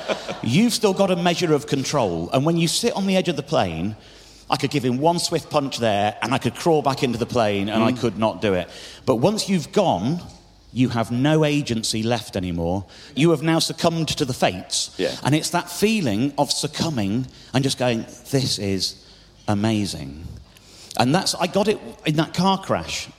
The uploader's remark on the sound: Recorded LIVE in-front of 1,200 people at Kite Festival in Oxfordshire!